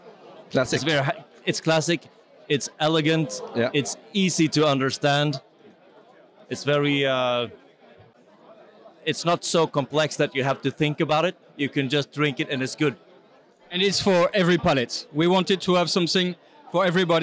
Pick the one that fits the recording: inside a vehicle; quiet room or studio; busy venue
busy venue